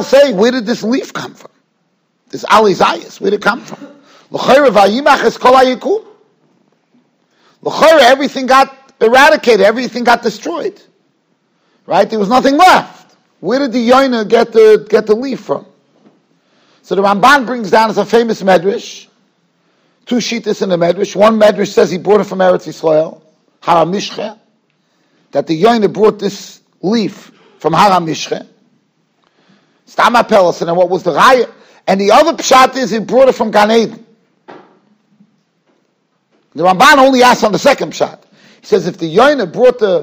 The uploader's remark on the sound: Shiur recorded in Yeshivas Ohr Reuven, Monsey, NY.